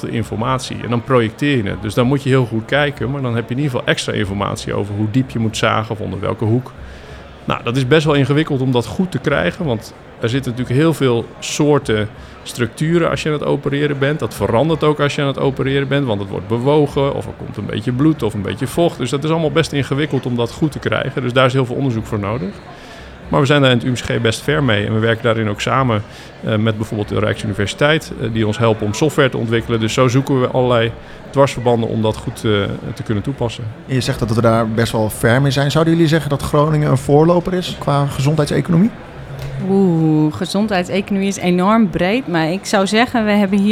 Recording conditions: busy venue